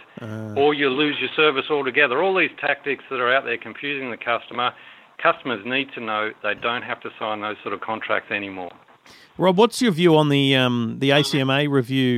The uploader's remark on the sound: taking your calls